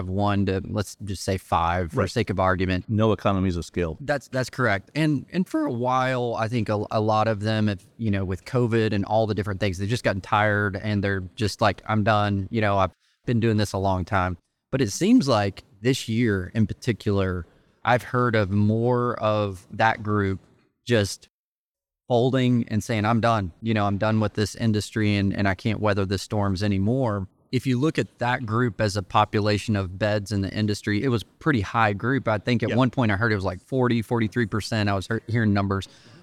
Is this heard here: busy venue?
yes